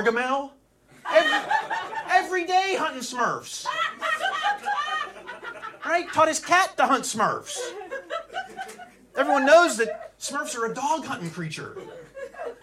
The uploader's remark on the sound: Recorded at Flappers Comedy Club in Burbank, CA